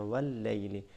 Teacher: واللیل تشدید کا لحاظ رکھتے ہوئے بغیر غنہ کے